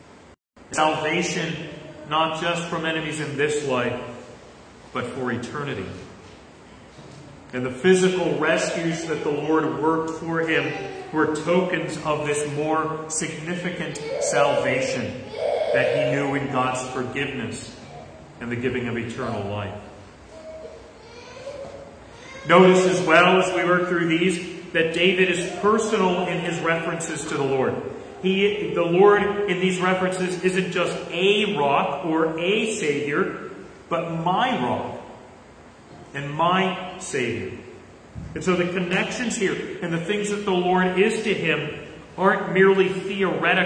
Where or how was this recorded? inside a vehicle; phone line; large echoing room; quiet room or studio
large echoing room